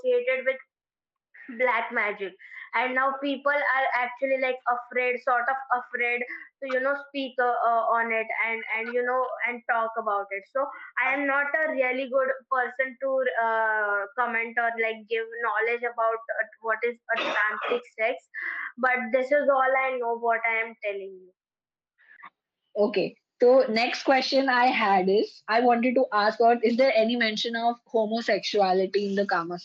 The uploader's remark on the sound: As the two friends (down with viral fever) party together, virtually, on a phone call and then talk about sex and record their conversation!